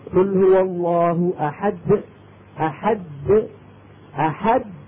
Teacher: فعمليا عم ينطقوا دالين لأنه لما عم يطبقوا عم يجيبوا دال ولما عم يفتحوا عم يجيبوا دال